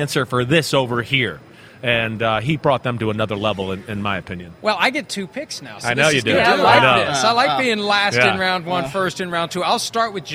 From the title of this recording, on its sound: PFT Live from Super Bowl Media Week in Arizona